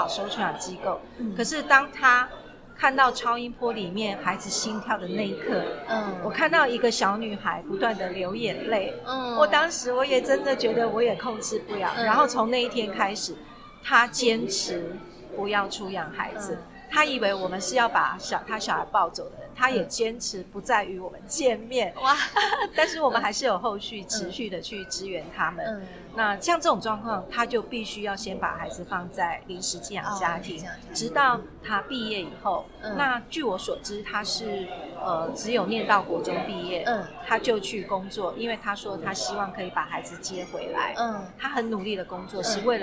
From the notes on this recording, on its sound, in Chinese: 本次錄音空間較多雜音，音質不佳還請多多包涵